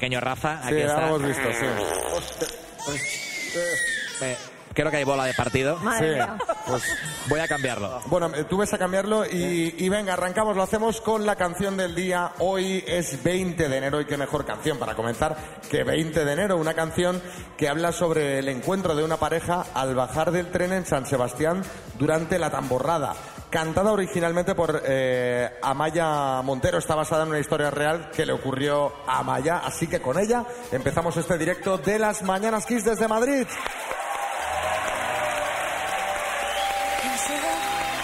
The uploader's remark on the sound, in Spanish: Las Mañanas KISS en directo desde MADRID. Nos hemos ido hasta el Espacio Maldonado de Madrid para disfrutar de un programón en directo.